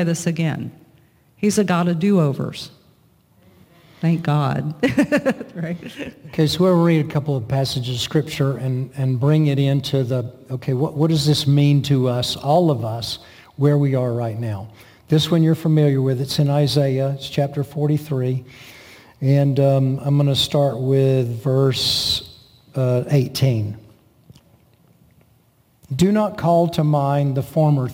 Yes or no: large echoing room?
yes